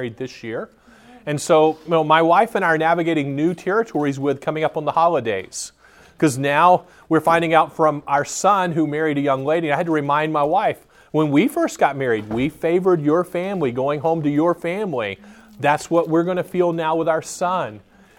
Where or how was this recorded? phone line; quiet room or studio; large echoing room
large echoing room